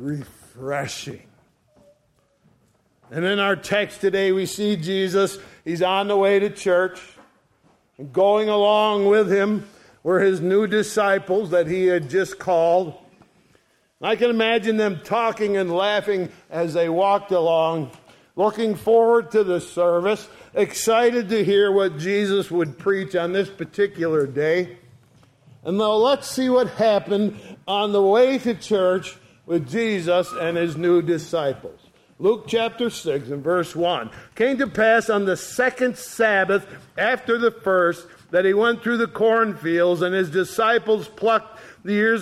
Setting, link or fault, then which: setting, large echoing room